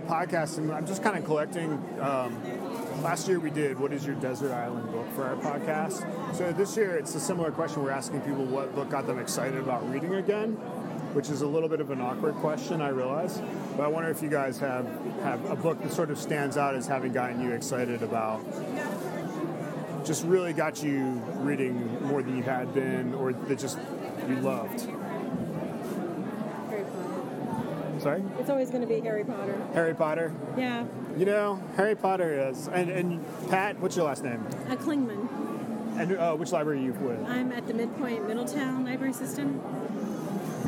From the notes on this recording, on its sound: Roams the floor of the 2016 Books by the Banks festival asking authors, attendees, Librarians, and others a question.